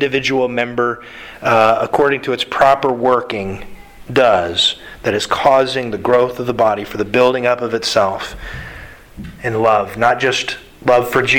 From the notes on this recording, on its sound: Sermon delivered to the Galena Bible Church Sunday September 5th, 2021.